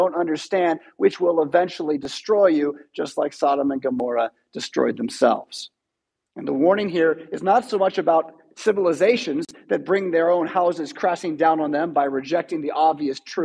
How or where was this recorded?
large echoing room